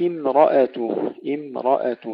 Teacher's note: ترقيق الميم وتفخيم الراء بعدها ثم ترقيق الهمزة